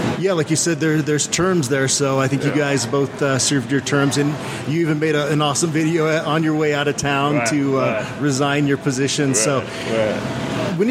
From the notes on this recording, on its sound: Which was recorded at GQue BBQ.